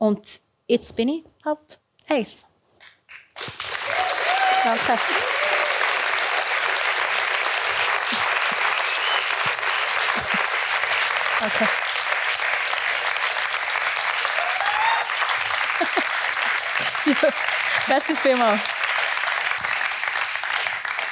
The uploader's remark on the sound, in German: Sie erzählt vor Publikum im Plaza Club in Zürich.